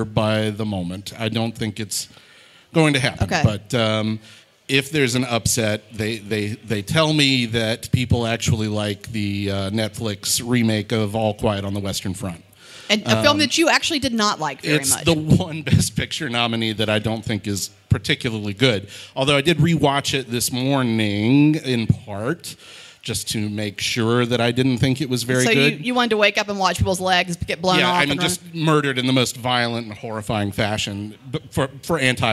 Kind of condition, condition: setting, busy venue